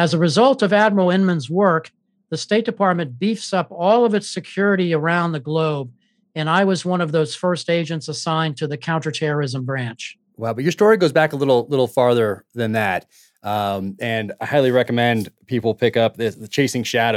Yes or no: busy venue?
no